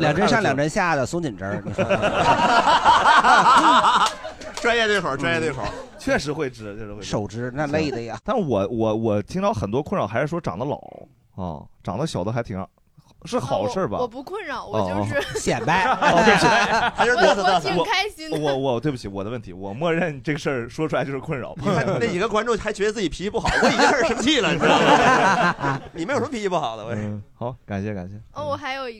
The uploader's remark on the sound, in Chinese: 这是一档由喜剧演员们和现场观众朋友们共同录制的播客节目